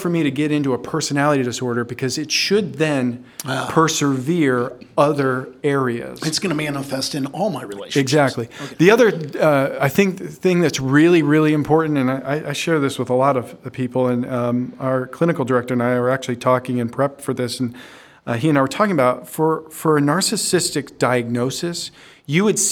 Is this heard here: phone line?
no